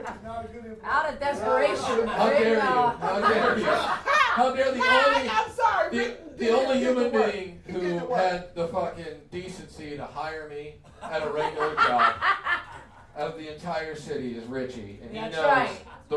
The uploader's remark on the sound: our live show